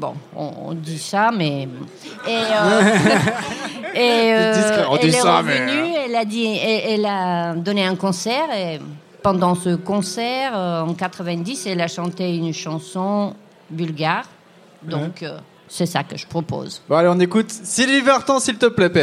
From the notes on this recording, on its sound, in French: Elle a été enregistrée en LIVE au Charolais Club de Ground Control dans le cadre de la journée de l'Europe !